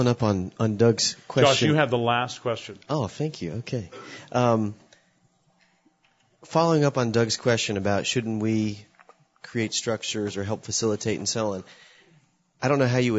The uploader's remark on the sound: This message was given at the 2009 Sovereign Grace Pastors’ Conference.